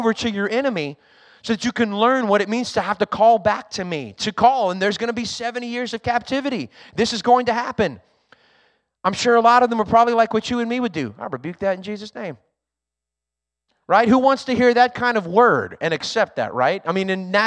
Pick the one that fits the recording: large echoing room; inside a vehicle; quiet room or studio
large echoing room